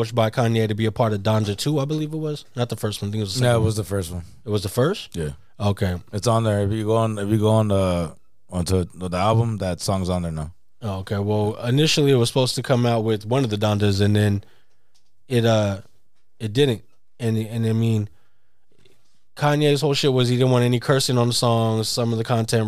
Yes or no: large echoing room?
no